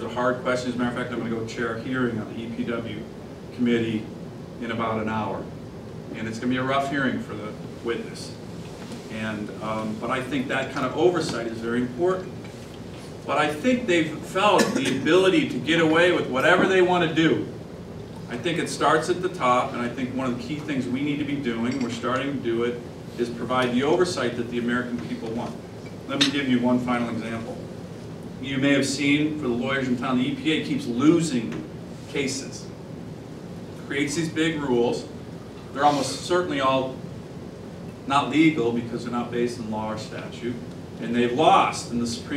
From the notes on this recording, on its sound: WASHINGTON, DC. In remarks to a breakfast meeting of The Ripon Society.